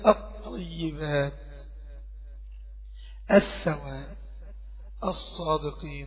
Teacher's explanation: طبعا ما فيش لام خالص صح؟ اللام ادغمت في الحرف اللي بعديها